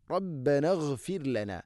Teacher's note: ഗൈന് ഉച്ചരിക്കുമ്പോൾ ശ്രദ്ധിക്കുക, ഗൈന് തൊണ്ടയുടെ മുഗൾ ഭാഗമാണ് മഖ്റജ്